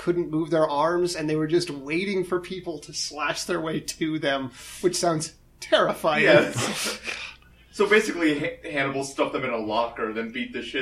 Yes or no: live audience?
no